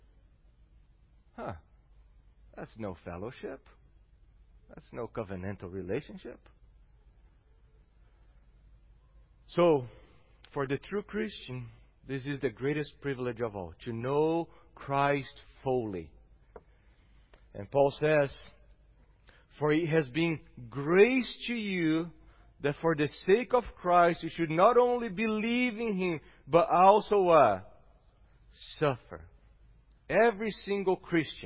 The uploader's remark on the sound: at Gracious Cross Reformed Church Salem